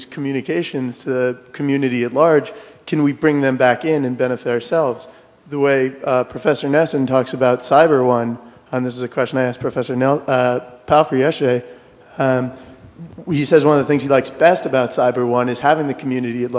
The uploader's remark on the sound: Keynote at Internet & Society 2007